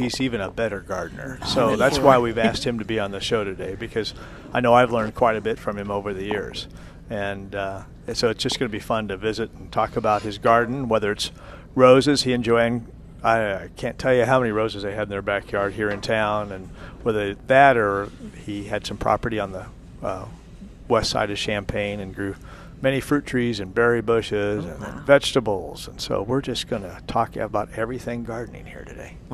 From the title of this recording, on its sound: Live at Prairie Gardens